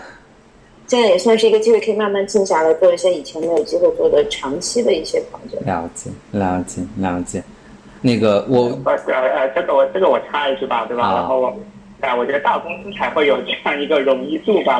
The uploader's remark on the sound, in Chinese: 第一次远程录音实验成功（超激动）！